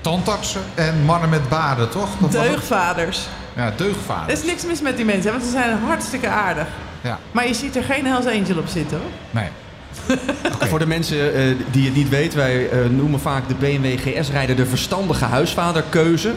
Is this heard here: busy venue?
yes